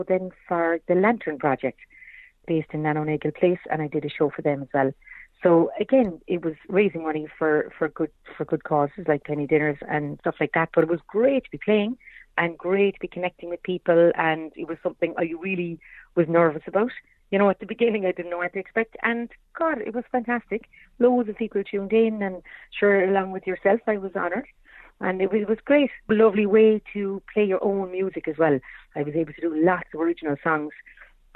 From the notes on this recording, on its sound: On the phone for a chat.